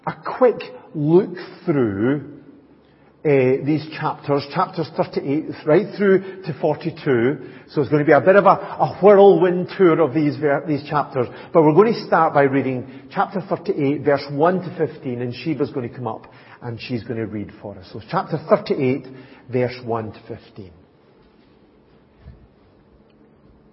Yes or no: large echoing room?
yes